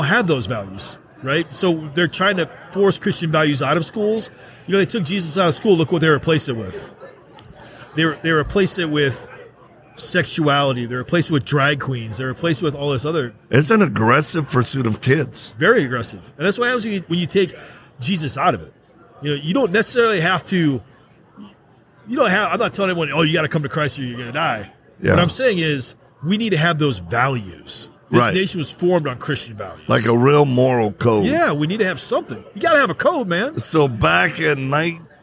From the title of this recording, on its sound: Live at AmFest